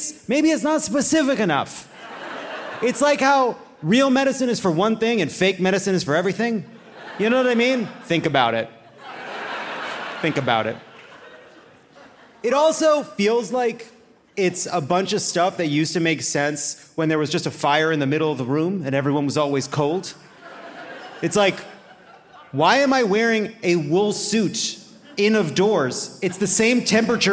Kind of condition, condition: setting, live audience